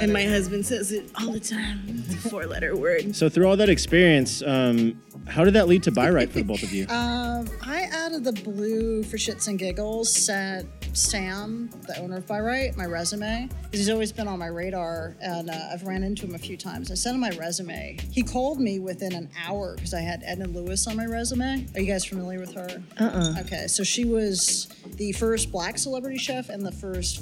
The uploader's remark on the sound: Recorded at the beautiful Trademark & Copyright Bar in downtown San Francisco.